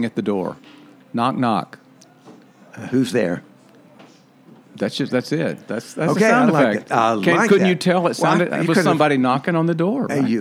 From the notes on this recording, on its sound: This episode was recorded at Saluda Outfitters in Saluda, North Carolina – the home of Green River Eddy’s Tap Room.